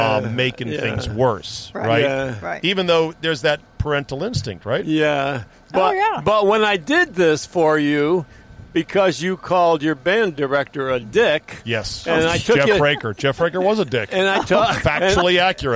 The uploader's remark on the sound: an interview in the van